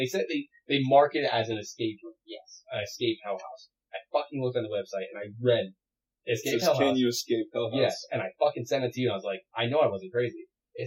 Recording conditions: poor sound quality